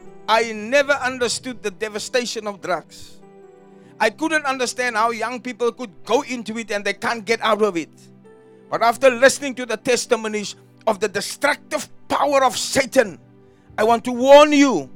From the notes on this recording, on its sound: Preached at Jesus The Answer Outreach, The Hague, Delft.